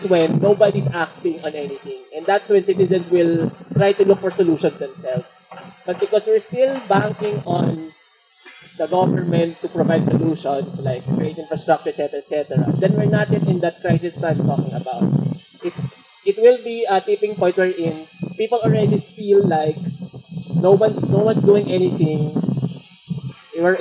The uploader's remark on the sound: Recorded on 2 February 2019 at the UrbanisMO x Chevening Chat held at the Pearl Drive Carless Area, Pasig City.